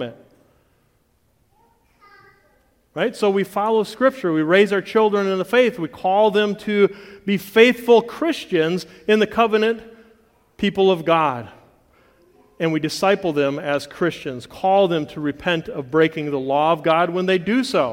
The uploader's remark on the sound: the audio from the Friday Session of the 2023 Bible Conference at CityGate Church in Portage, MI